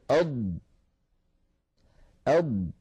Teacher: يندفع اللسان قليلا إلى الأمام، قليلا مليمترات بسيطة يندفع قليلا إلى أن يلامس رأسه منطقة التقاء اللحم بالأسنان من الداخل · Term: صفة الاستطالة